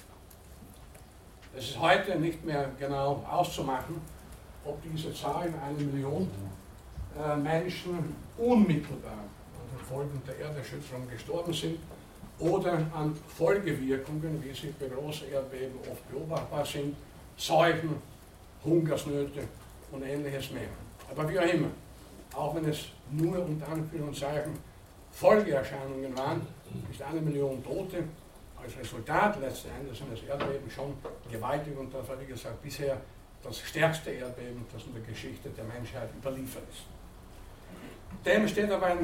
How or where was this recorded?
large echoing room